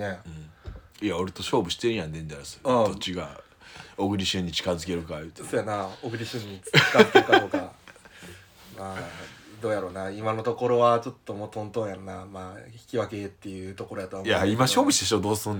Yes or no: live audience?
no